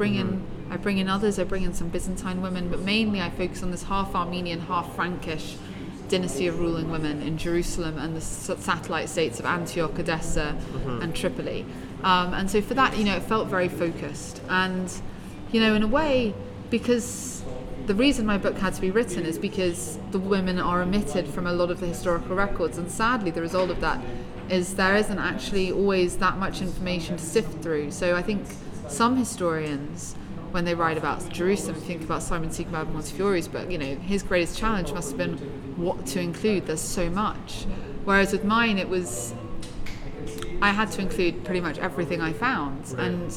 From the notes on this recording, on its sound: Recorded live at the Jaipur Literature Festival 2022.